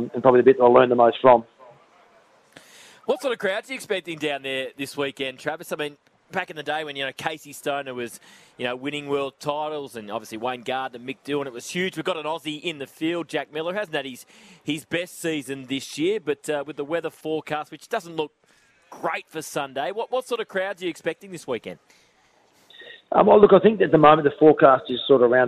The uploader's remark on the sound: live from the Australian MotoGP